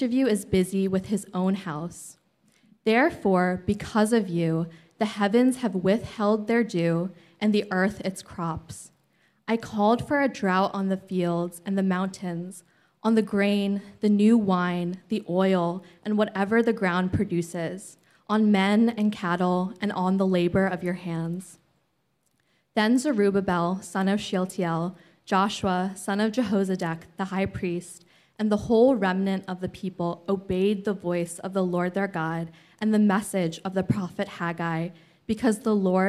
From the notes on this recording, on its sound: Originally preached in East Falls, Philadelphia on May 7, 2023. Was originally preached in East Falls, Philadelphia.